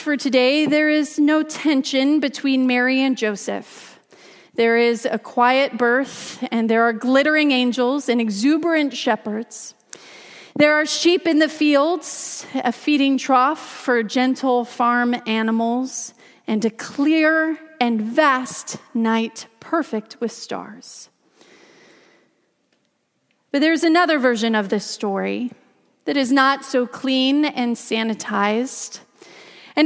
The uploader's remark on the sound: Christmas Eve message delivered during the Contemporary Worship service.